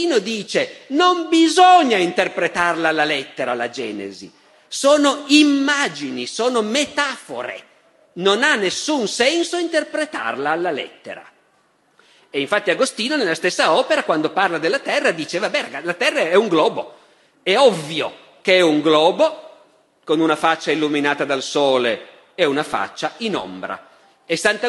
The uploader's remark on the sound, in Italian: Festival della Mente, 2013. Dal Festival della Mente di Sarzana del 2013.